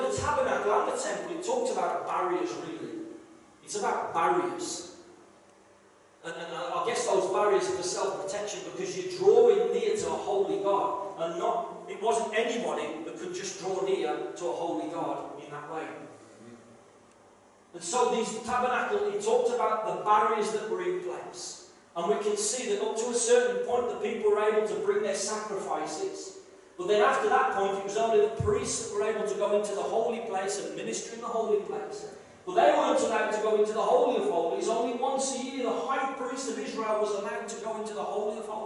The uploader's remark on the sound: this is a live recording and at times the sound quality may not be the best due to external circumstances